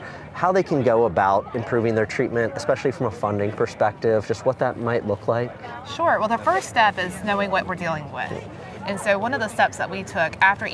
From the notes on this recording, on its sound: The announcement was made at an event in Wilmington, North Carolina